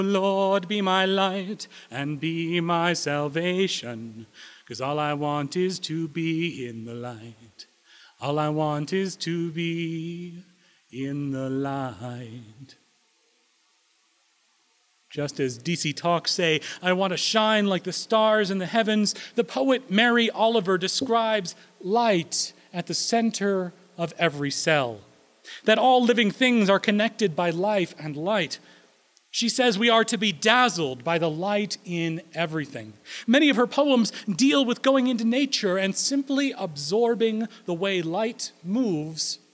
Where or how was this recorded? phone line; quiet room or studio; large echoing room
large echoing room